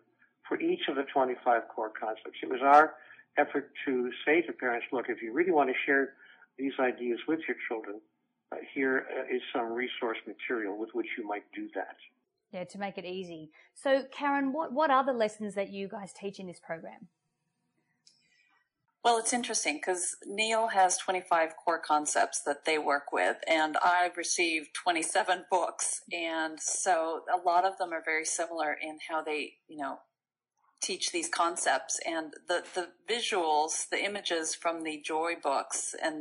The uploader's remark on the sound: By phone.